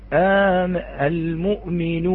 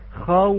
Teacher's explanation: أما بالنسبة للواو، بالنسبة للواو طريقة لفظ واو اللين هي كطريقة لفظ الواو المتحركة من حيث الشفة، بعكس واو المد. واو المد إخوتي الأحبة تحتاج إلى المط إلى الأمام، أما واو اللين فهي في محلها لا نحتاج إلى مطها، وإنما انضمام الشفتين دون الاتصال من غير مط.